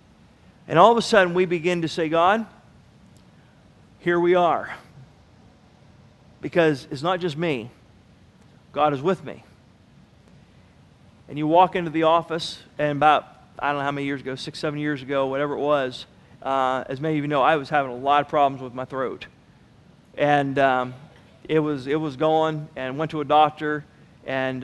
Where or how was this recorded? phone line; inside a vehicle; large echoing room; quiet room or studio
large echoing room